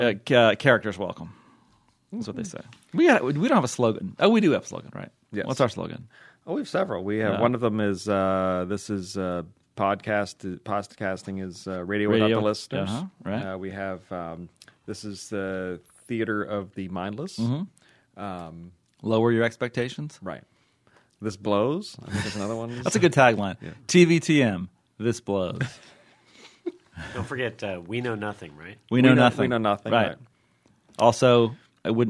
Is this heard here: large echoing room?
no